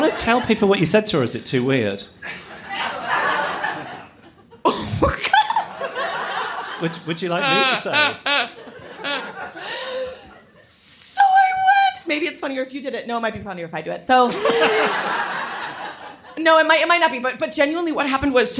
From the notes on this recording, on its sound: LIVE AT THE SOHO THEATRE. Highlights from our live show in London.